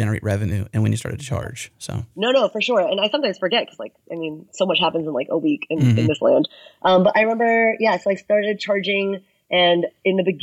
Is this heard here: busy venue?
no